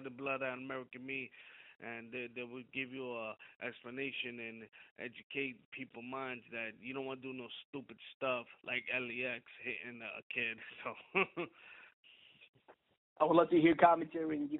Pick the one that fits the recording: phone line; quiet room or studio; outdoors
phone line